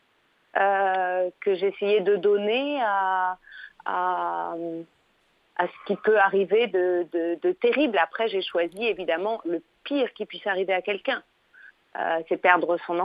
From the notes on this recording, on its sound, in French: Par insert téléphonique.